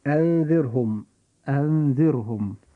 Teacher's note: كلمة أنذرهم نجد أن هذه الكلمة فيها حرف الراء ساكن، وجاء قبل حرف الراء هذا كسر أصلي وهو الكسر الموجود في حرف الذال، فنجد أن حرف الراء ننطقه في هذه الكلمة مرققا كما تقول القاعدة.